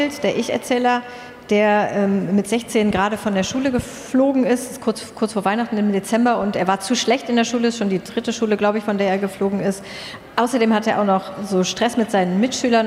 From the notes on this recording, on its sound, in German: Calvadosgelee auf der Buchmesse. Das alles live auf der Frankfurter Buchmesse. Das Quiz, mit Publikumsbeteiligung, strotzt vor herrlich unnützem Partywissen.